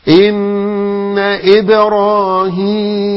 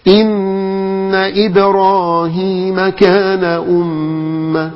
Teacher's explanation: ينطقها وكأنها ممالة، يقلل الحركة بين الكسرة وبين الألف، وينطقها وكأنها إيه باللغة الإنجليزية · Shown in: first take